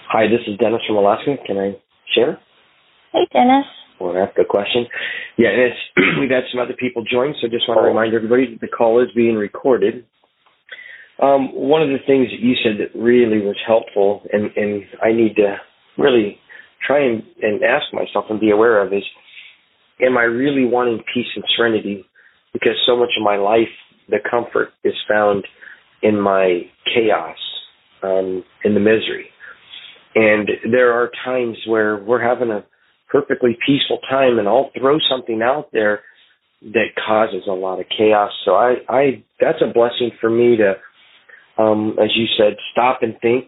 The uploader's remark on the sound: Phone Meeting Workshop